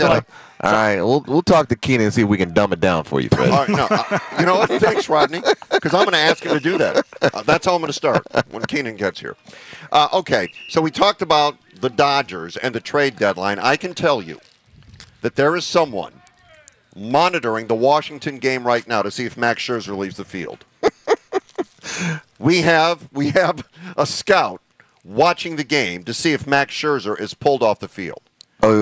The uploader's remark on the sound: broadcast live from Chargers Training Camp at Jack Hammet Sports Complex